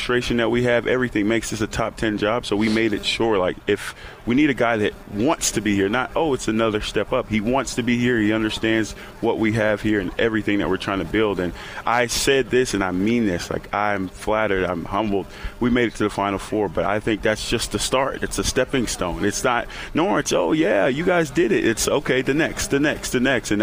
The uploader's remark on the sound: while on location at the Tee off for Kids Covenant Golf Tournament